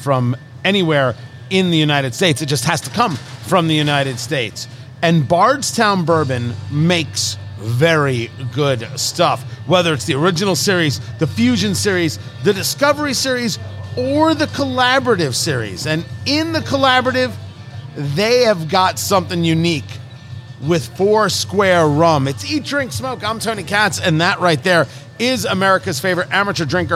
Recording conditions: busy venue